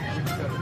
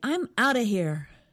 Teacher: they said out of quickly, so it almost sounds like one word, out of. do you know any expressions with that pronunciation?